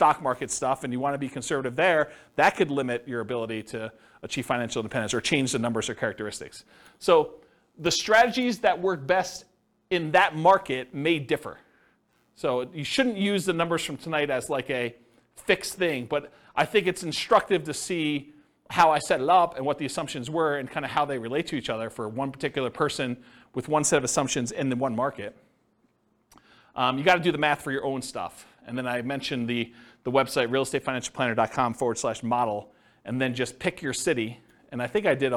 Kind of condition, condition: setting, live audience